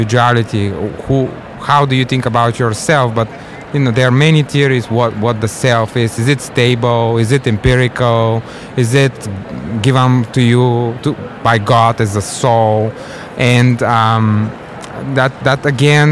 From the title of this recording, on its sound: Live from SIOP